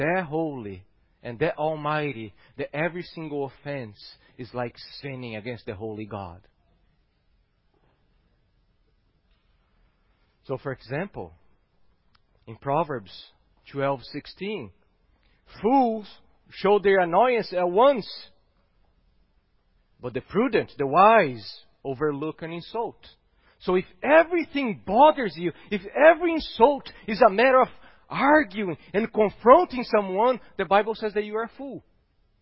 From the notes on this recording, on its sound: at Gracious Cross Reformed Church Salem